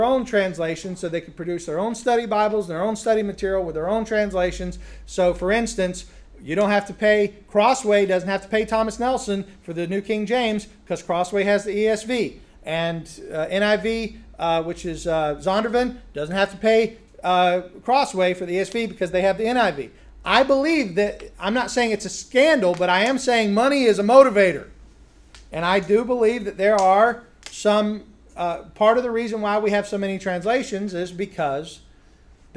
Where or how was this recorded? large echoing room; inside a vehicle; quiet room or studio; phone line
large echoing room